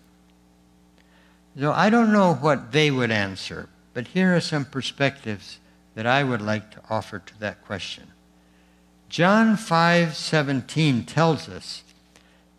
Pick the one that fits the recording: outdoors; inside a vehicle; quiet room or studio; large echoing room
large echoing room